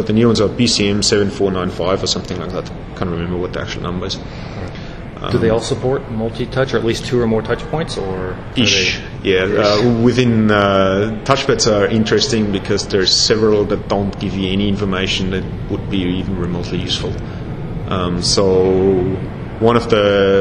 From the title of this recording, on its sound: Interview at X.Org Developer Conference (XDC) 2011